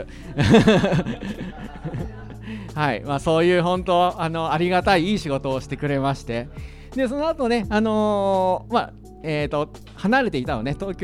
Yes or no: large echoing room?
no